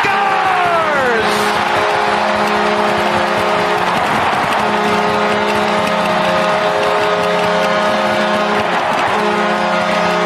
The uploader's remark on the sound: Live from the Toledo Golf Show at Sylvania Tam-O-Shanter